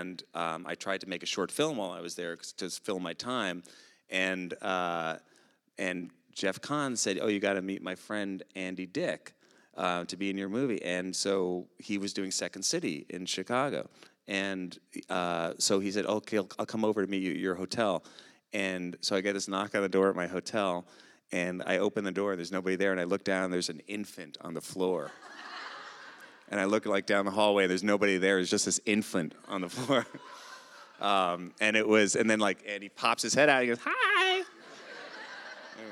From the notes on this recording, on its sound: On stage in front of a live audience at The Atlantic Theater as part of her live podcast series.